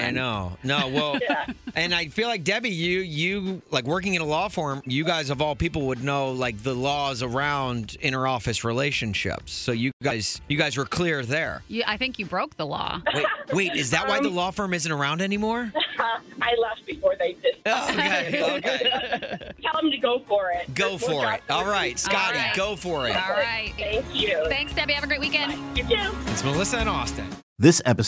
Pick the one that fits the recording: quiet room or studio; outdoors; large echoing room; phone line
phone line